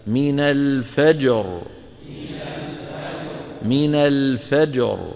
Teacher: هذه الجيم الساكنة المقلقلة، ثم نأتي بالراء أيضا ساكنة